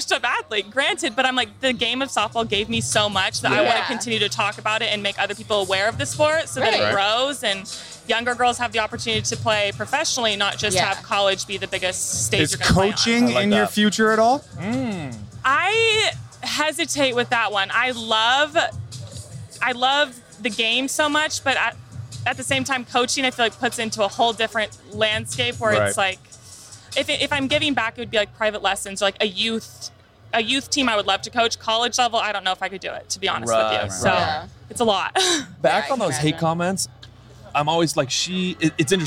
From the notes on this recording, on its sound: At Fenway Park in Boston for this week's episode!